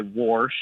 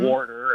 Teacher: and so I hear that extra R get added occasionally · Term: R insertion